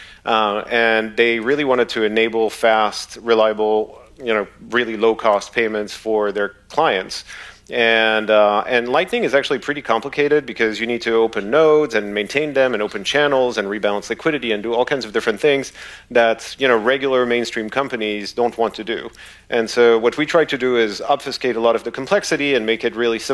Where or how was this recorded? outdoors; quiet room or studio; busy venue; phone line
busy venue